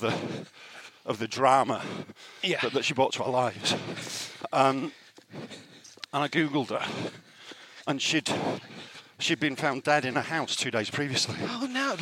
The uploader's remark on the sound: take their new recorders for a freezing cold, snowy trot round Hampstead Heath, featuring little birds singing and small dogs yapping